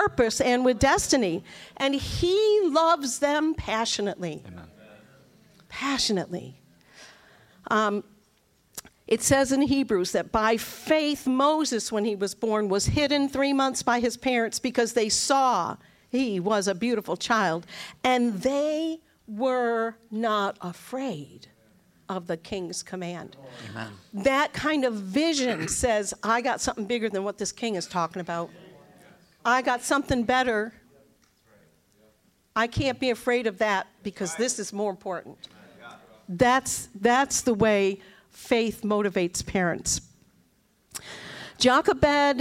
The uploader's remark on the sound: Session 2 from NRP's 2022 Winter Leadership Conference